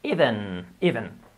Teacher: la V se pronuncia pues como una F, pero sonora